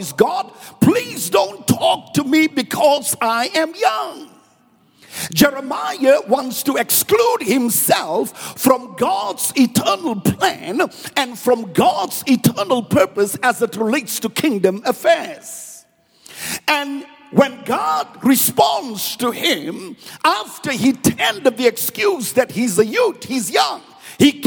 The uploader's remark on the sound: Preached at Grace Bible Church Pimville.